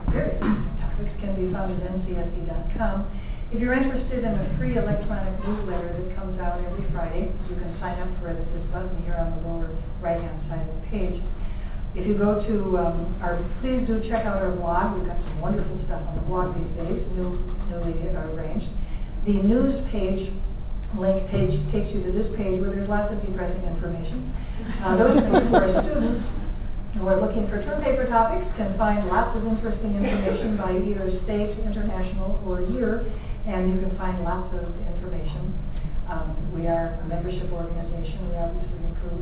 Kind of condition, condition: setting, live audience